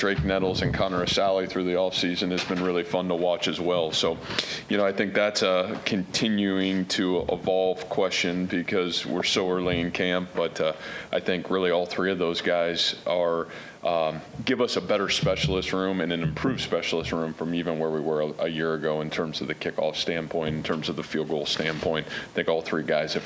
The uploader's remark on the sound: press conference from Iowa State's 2021 media day festivities